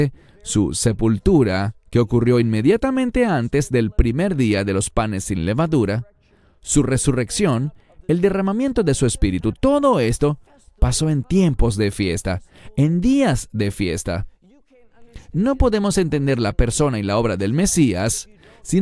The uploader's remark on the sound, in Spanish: Este video fue grabado en un templo católico en Inglaterra